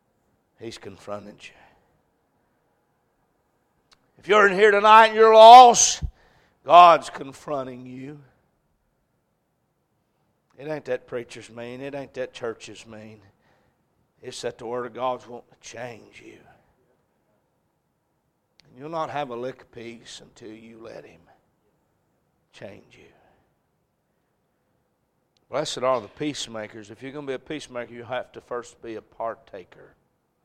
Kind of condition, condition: setting, large echoing room